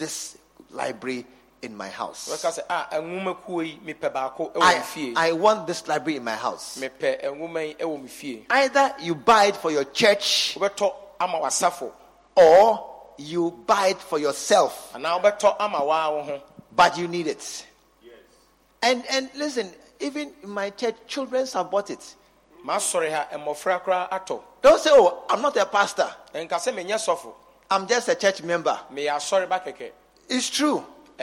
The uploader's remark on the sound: Leaders And Loyalty Conference 2023 _ Day 2 _ Morning Session